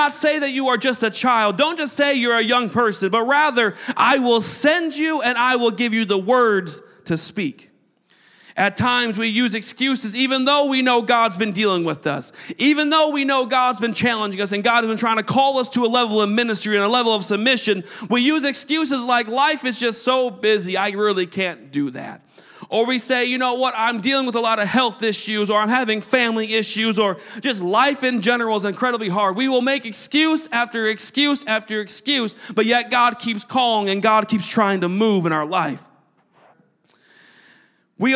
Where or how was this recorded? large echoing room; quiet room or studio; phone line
large echoing room